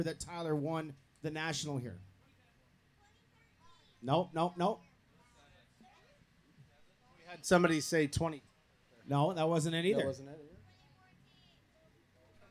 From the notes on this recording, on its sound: Live From Gopher Dunes. Go live (live to tape, anyways) from the GDR rig.